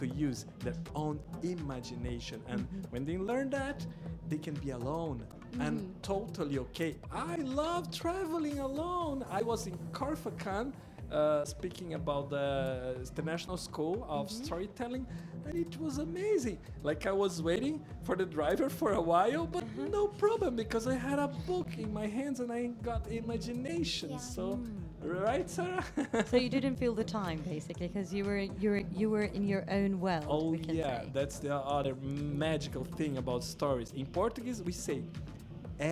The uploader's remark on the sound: Live from SHD 2023